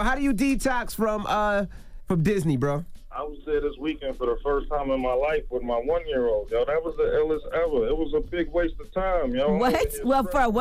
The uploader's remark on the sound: Today on the show we opened up the phones to the parents that listen to the show